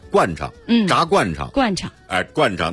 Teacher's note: 有人说这是不是应该念第四声，其实不是，轻声